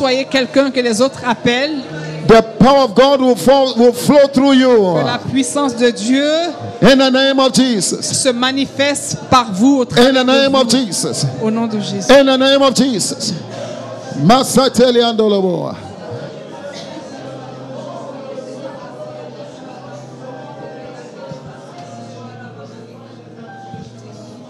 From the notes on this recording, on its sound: Preached during Joyful Hour Sunday Service Rabat